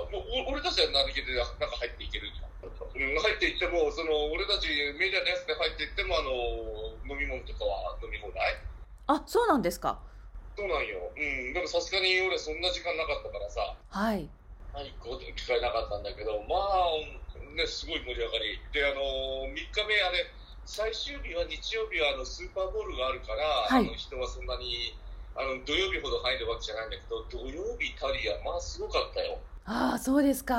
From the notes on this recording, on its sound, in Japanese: 電話でのツアートークで音声がお聞き苦しいところがありますがご了承ください。